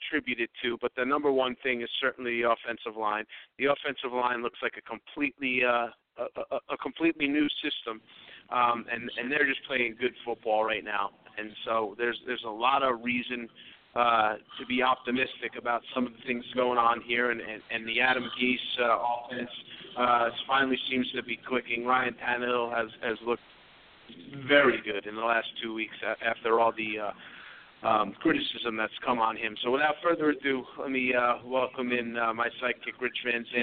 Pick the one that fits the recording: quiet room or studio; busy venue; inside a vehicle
busy venue